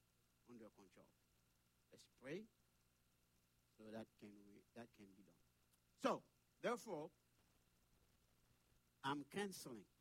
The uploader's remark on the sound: Sunday Service Live